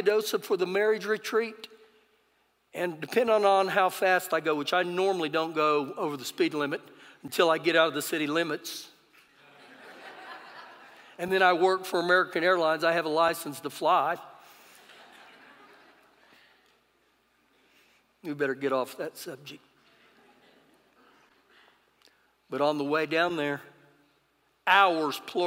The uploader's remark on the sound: Recorded live during our Sunday morning service.